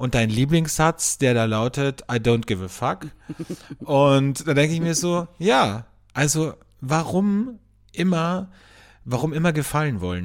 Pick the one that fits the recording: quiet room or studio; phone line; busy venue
quiet room or studio